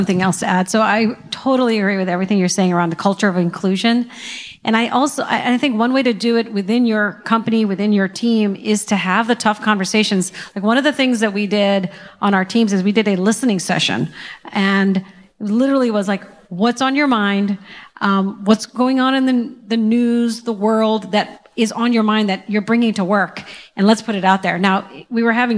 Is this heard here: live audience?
yes